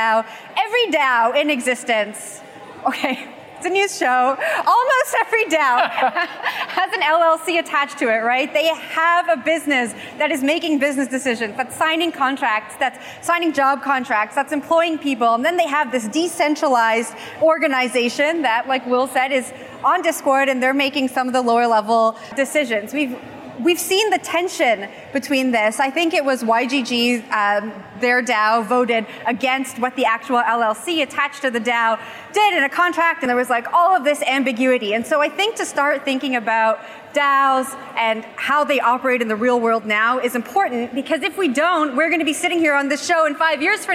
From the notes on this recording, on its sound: "The Hash" is live from Consensus in Austin, Texas